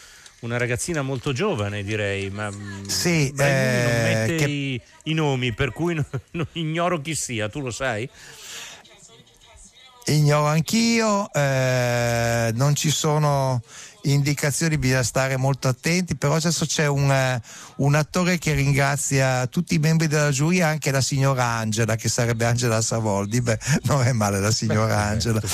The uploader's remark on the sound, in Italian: HOLLYWOOD PARTY Venezia 77: la cerimonia di chiusura. In diretta dal Lido la consegna dei premi della Mostra del Cinema.